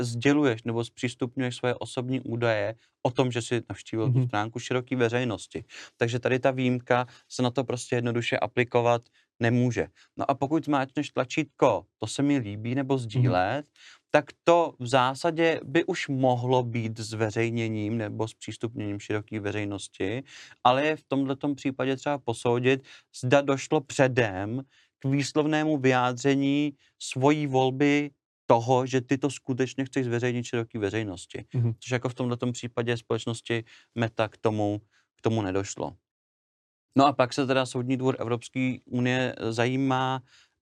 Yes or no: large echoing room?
no